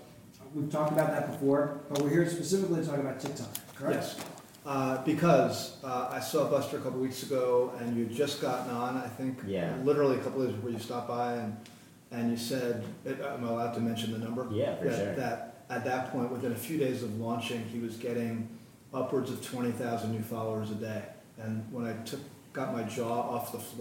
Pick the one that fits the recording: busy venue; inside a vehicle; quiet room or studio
busy venue